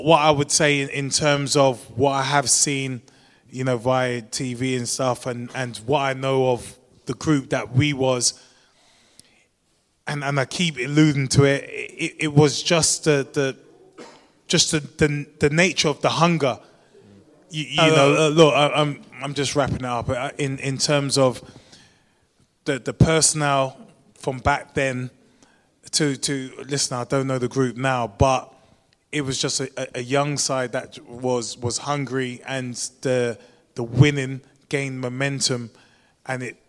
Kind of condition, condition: setting, live audience